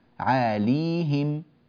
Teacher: الآية التي تليها مباشرة، الآية 21: عاليهم ثياب سندس، عاليهم بسكون الياء، عاليهم بسكون الياء، فتعطى الألف زمنها عالي والياء كذلك زمنها، وهما متساويتان · Term: مد طبيعي